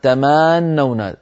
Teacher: يبالغون في زمن الضمة في كنتم فتخرج معهم كنتم كنتم وكأنها صارت واوا · يبالغون في زمن فتحة الميم فيكاد السامع يسمعها ألفا